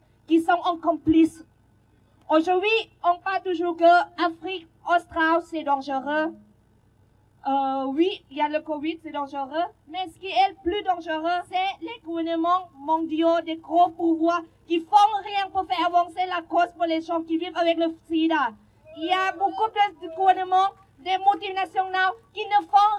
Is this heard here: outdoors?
yes